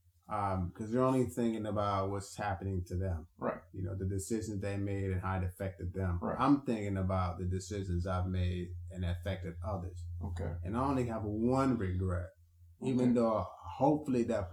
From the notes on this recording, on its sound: All Episodes are recorded at work or home. In our desire to deliver an authentic, organic experience to the listener, sometimes the background will reflect this “At Work” atmosphere. As we progress, our sound quality will improve, we appreciate your patience and understanding.